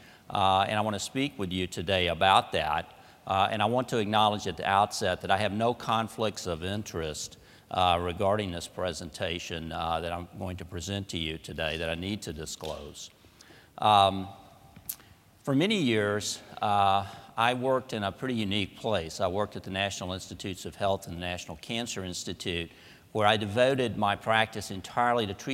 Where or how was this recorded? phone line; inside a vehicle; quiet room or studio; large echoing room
large echoing room